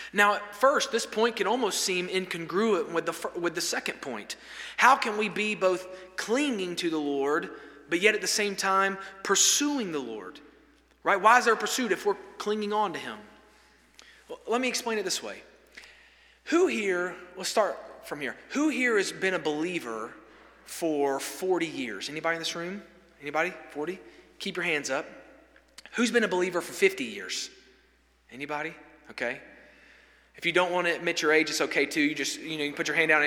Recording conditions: large echoing room